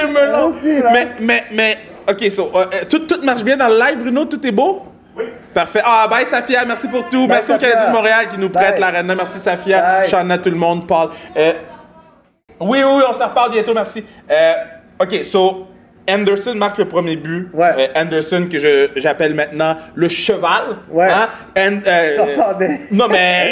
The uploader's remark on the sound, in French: live du Centre Bell